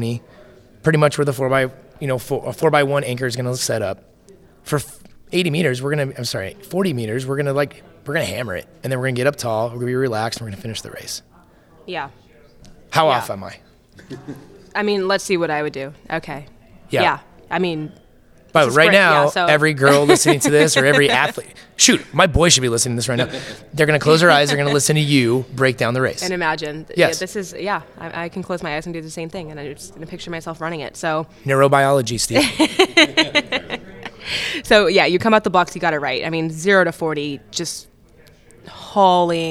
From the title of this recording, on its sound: LIVE from Las Vegas!